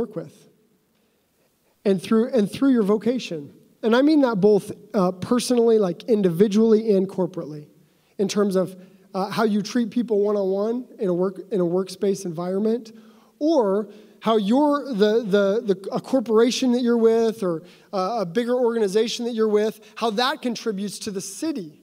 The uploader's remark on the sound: the opening address for the Center for Faith and Work Los Angeles' 2019 Annual Conference at Tapestry LA on April 6, 2019